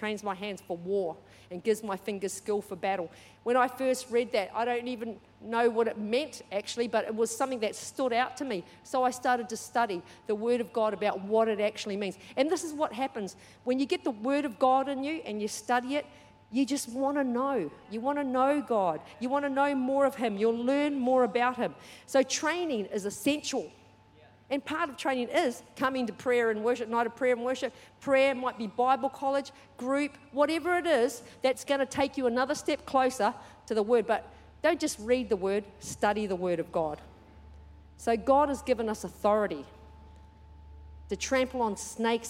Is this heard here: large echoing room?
yes